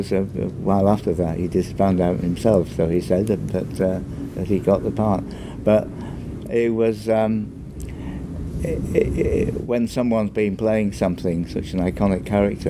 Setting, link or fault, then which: setting, busy venue